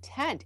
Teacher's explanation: And so for him, seeing that N, he accounted for the eh and the N, that nasal eh and n all together